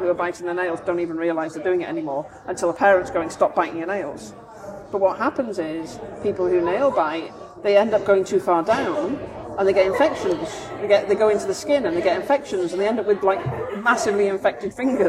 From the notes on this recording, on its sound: These episodes are recorded chats in Starbucks so may have more background noise than a usual podcast.